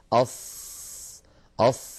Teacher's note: الإطباق هو انحصار الصوت عند النطق بالحرف المطبق بين اللسان والحنك الأعلى، هذا اللسان وهذا الحنك الأعلى، فلما ينحصر الصوت في هذا المكان أص ينحصر وينضغط، فهذا يعطي الحرف قوة أص، فالصاد حرف مطبق.